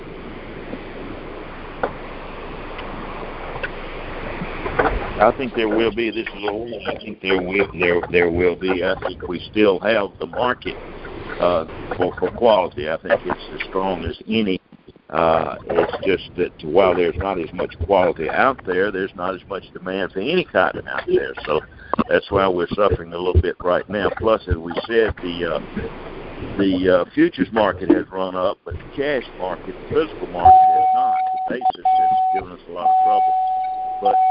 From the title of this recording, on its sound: July 2020 Monthly Conference Call